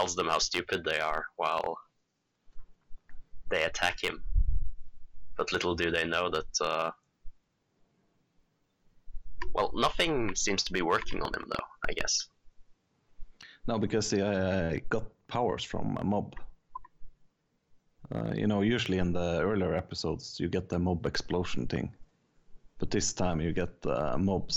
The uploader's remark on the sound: A slight tweak in audio ruins our 50 minute recording of Mob Psycho 100. Audio peaks all over the place resulting in a horrifyingly bad episode that will most likely kill your ears.